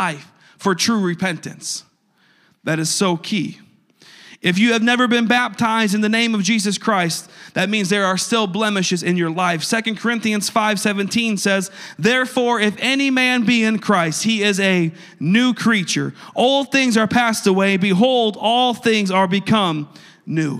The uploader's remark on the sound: a service recording from Connect Point UPC